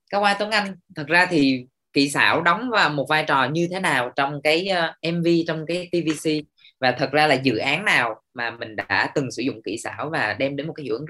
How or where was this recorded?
video call